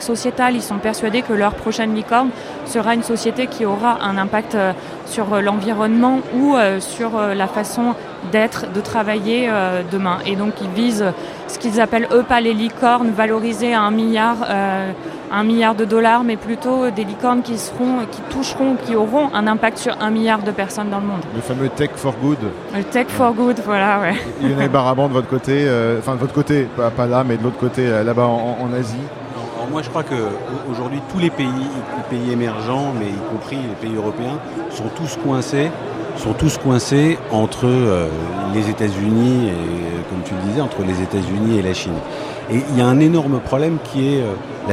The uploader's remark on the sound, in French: en direct de Viva Tech